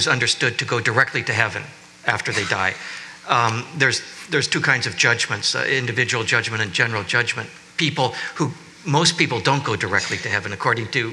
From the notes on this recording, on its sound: at a Zócalo/Getty panel